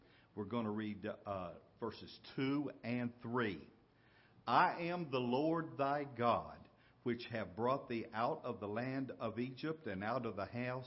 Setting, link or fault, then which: setting, large echoing room